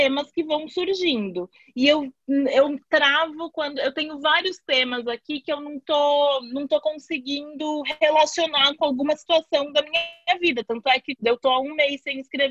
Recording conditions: video call